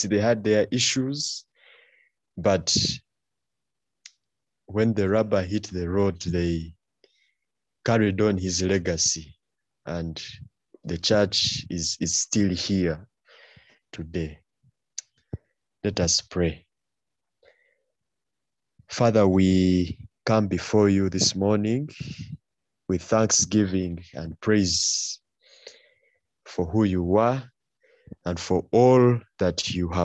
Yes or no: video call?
yes